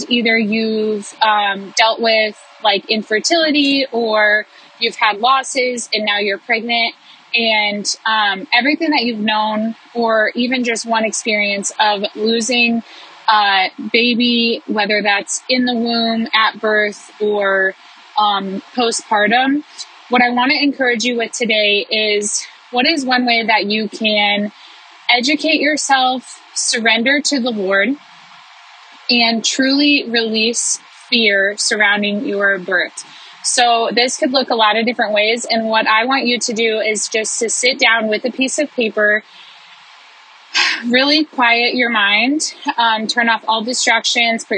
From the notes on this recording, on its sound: I recorded this as I felt the Spirit stirring in me on a drive home one day. The audio quality on this one is rough because I was in the car.